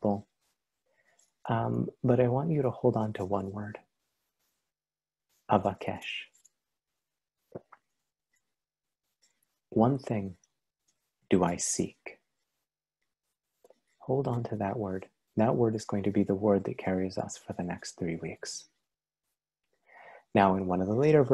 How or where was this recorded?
video call